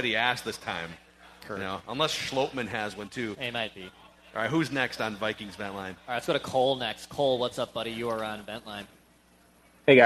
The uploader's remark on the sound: Vikings Vent Line live from Park Tavern in St .Louis Park, MN.